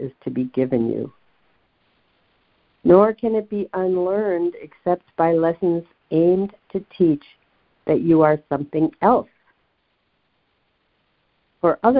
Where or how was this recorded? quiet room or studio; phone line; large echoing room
phone line